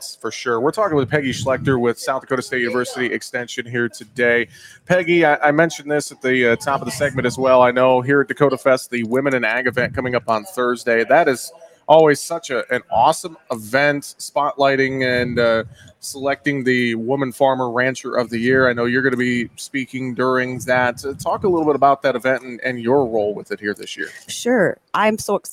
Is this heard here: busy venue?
yes